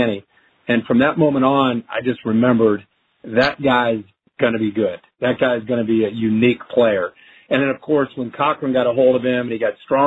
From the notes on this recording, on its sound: In this NFL Draft media conference call.